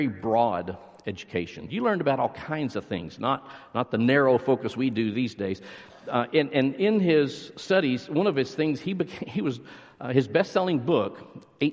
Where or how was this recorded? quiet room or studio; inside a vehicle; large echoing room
large echoing room